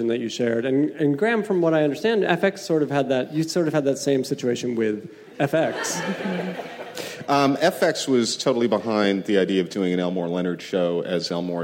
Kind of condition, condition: setting, busy venue